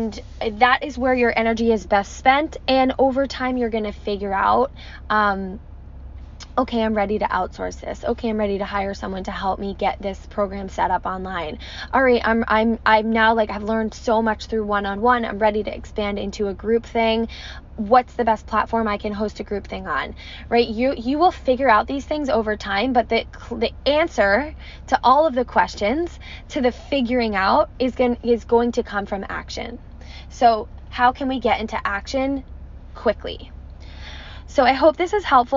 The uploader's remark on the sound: I recorded it from my car in front of a coffee shop this morning